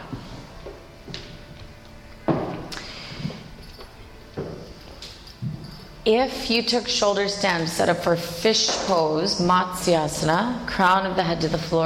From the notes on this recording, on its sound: This is a full length jivamukti yoga class, recorded at Jivamukti Yoga School in New York City.